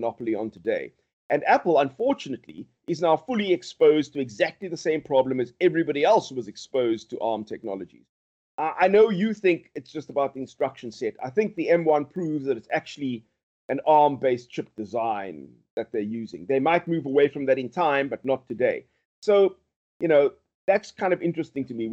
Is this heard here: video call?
yes